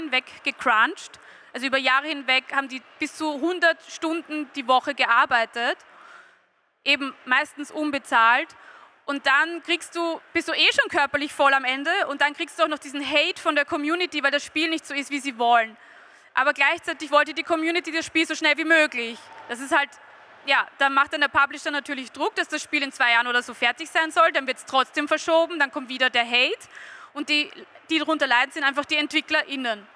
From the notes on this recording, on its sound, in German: Live von der VIECC. Live von der Vienna Comic Con.